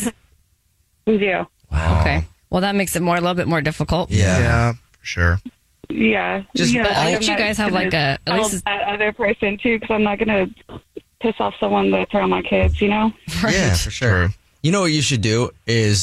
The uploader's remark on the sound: The woman on the phone